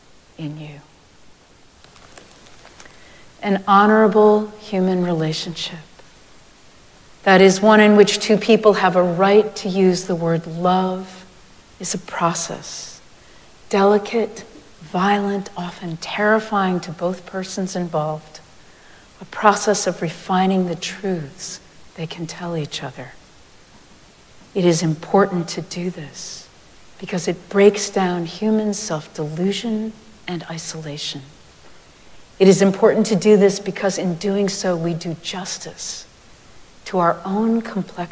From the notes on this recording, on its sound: Recorded live at Arlington Street Church